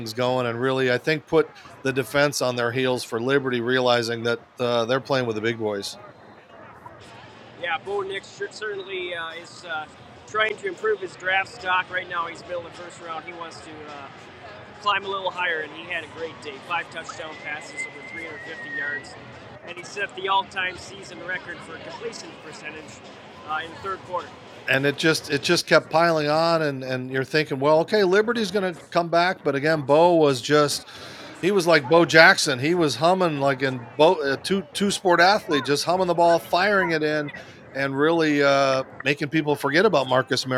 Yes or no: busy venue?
yes